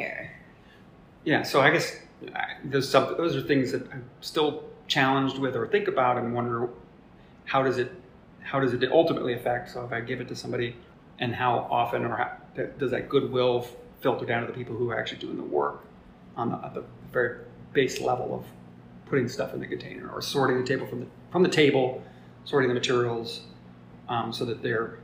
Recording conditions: echo